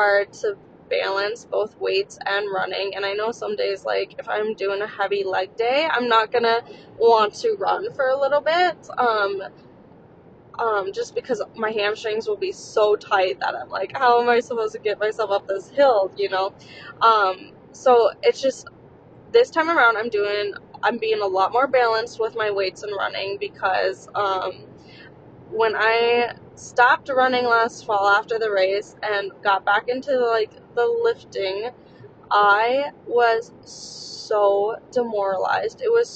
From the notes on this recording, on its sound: while driving to the wedding